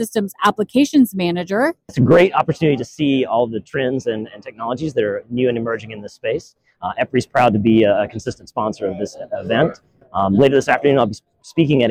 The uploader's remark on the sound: As well as some footage straight from the DISTRIBUTECH show floor.